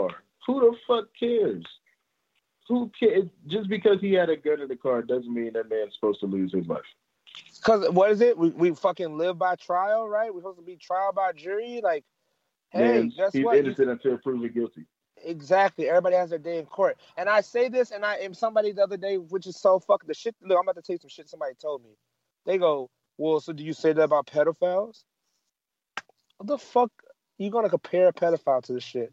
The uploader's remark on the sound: The boys get on the phone. First 8 minutes had too much static.